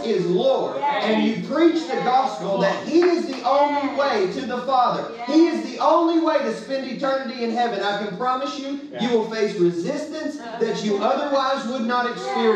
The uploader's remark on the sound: Legacy Nashville -- salvaged audio.